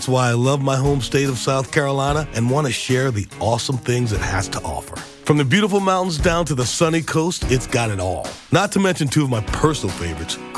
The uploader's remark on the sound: we're answering a bucketful of your phone calls